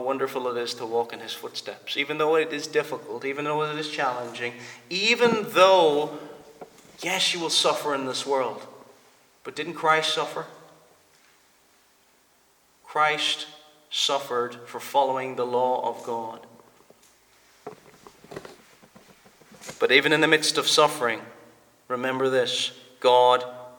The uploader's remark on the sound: Preached at the Presbyterian Reformed Church of Stockton-on-Tees -England-.